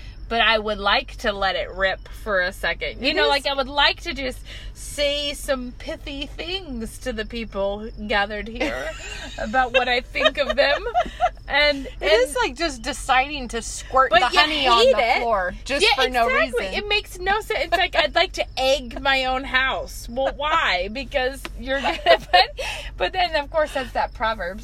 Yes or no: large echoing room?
no